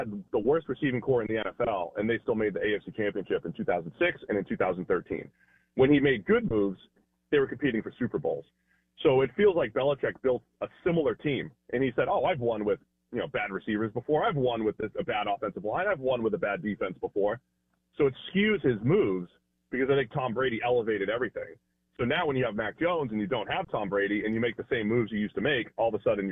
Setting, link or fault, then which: link, phone line